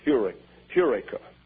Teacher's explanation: But the first syllable is accented